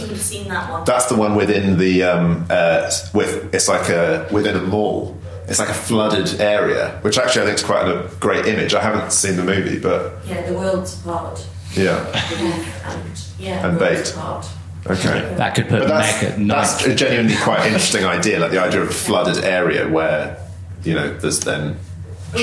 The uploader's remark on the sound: Recorded live at the Big Geekend at Guernsey Museum. We answer questions from the audience.